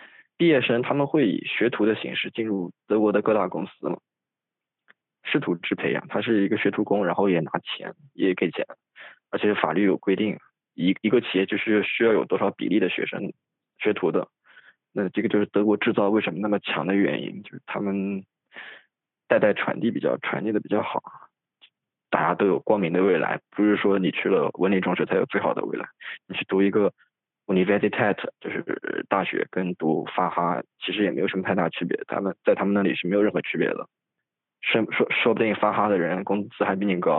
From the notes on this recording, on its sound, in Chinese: 我放弃了麦克风，在老家的屋子里，拿着手机。为了掩饰我对录音质量的绝望，我决定将这种播客风格称为「Lo-Fi Podcast」，这意味着它要用一种低分辨率的方式传递信息，并且可以留下大量关于节目录制的元信息，包括但不限于口误、脏话、噪音、敏感词和各类技术问题。